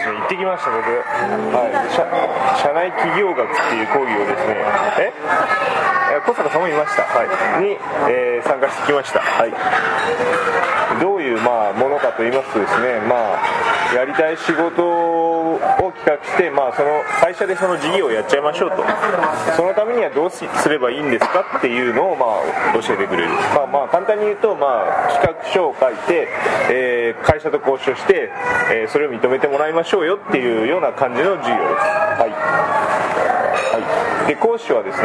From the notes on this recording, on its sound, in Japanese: カルビ屋大福 柏の葉店にて収録。カルビ屋大福 柏の葉店にて収録。